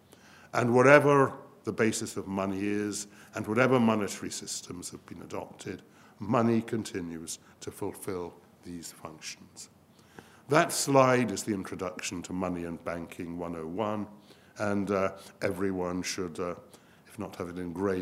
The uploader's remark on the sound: This event was recorded live on Thursday 2 December.